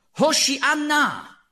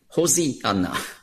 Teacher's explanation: im Griechischen gibt es keinen Sch-Laut · Shown in: second take · Und darum musste man, wenn man im Neuen Testament, in den Evangelien, das hebräische Hosianna aufschrieb, musste man eben ein S nehmen.